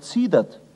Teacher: Am I ereignet sich zuweilen etwas recht Seltsames, was nach der Sprachentwicklung nicht zu erklären ist. Ein I, dem in der Schriftsprache ein schärfender Konsonant folgt, wird im Bayerischen gedehnt.